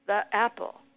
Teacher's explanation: It's easier to say the apple than the apple. The apple, you've got sort of a glottal stop there.